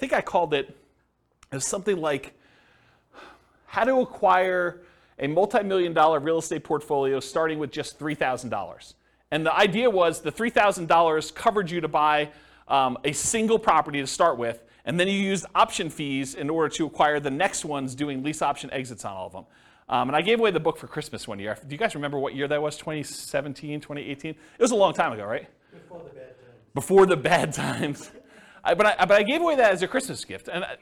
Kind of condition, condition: setting, live audience